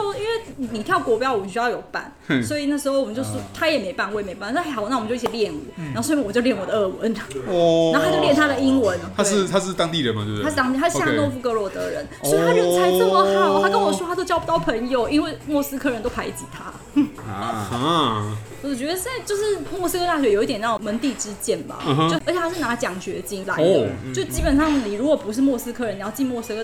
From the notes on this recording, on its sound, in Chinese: 本集白噪音指數：蚊風級 1/5。錄音地點：印度咖哩吧 - Curry Lounge。